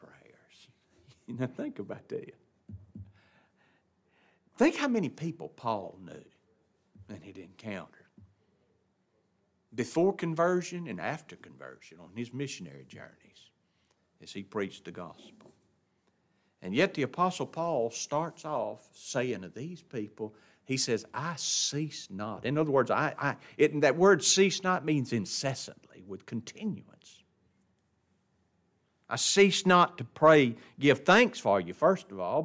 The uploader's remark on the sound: This lesson was taught in the adult Bible class of Grace Baptist church in Ruston.